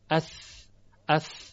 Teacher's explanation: صفت همس وجود داره یعنی محموس هست این حرف یعنی تارای صوتی ارتعاش ندارن اث تنها و تنها دمش هواست یعنی احتکاک و سایش هوا